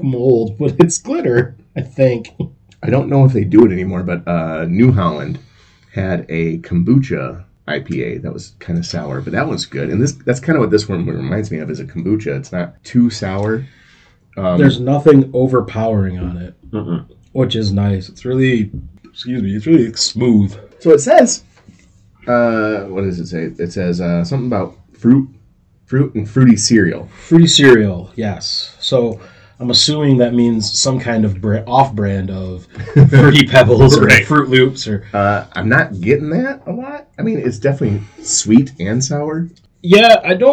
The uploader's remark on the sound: The audio is a little rough, but this is our first time back in about 3 years.